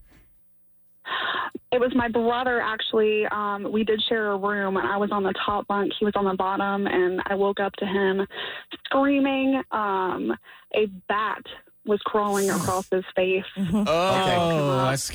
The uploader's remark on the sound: A bunch of people called